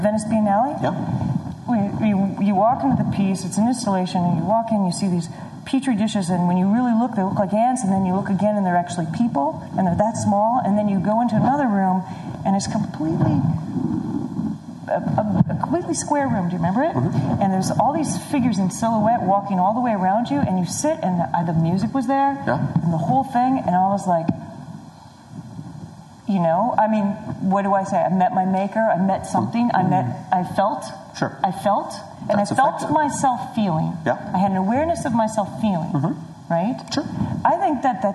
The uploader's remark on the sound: Suggested Donation LIVE show! We have a great and lively discussion in front of an audience.